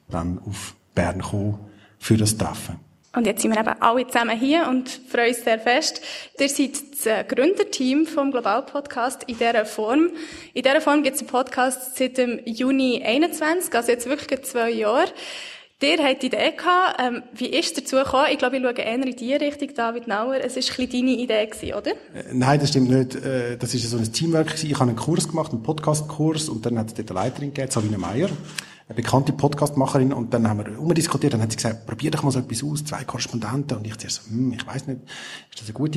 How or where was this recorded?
live audience